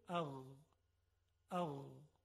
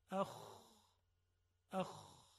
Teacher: در ابتدای حلق که به اون ادنا الحلق گفته میشه، ادنا یعنی ابتدا، ادنا الحلق محل تلفظ دو حرف است، غین و خا، یک خصوصیت مشترک دارن و اون این هست که موقع تلفظشون جداره حلق به ارتعاش در میاد و میلرزه. در غین این ارتعاش خیلی لطیفه، در خا یه مقداری خشنه